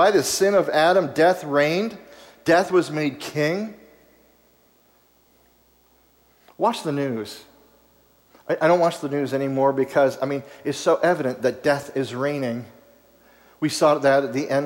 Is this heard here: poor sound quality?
no